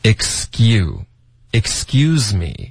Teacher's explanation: 我的错了。对啊，对啊，真对不起你，把一件坏事说得好一点，right？就是 I'm sosorry。那这句话你觉得就是怎么样？It's a good sentence,right？啊，这句话，like、这句话， yeah.这句话，嗯，这句话。所以我们该练一下吧。好，来来。好，所以这个 excuseme，嗯，它的实际发音就是我们会爆破 x 有一个 x 的音，大家注意这个 k 一定要发，经常会学生会省。觉得麻烦可是要发 X，然后后面 Q 我们就发 G，有一个 G 的音了，浊化了